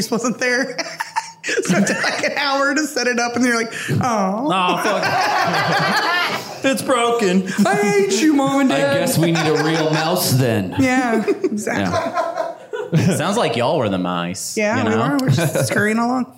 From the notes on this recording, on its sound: Live from Pacific Crest Comedy Fest! A few other topics thrown out from our live audience.